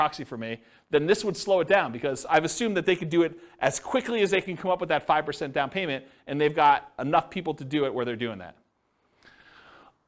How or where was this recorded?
live audience